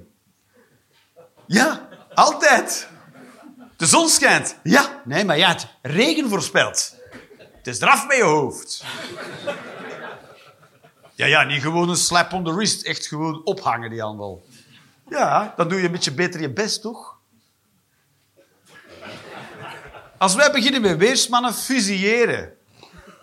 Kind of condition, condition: setting, live audience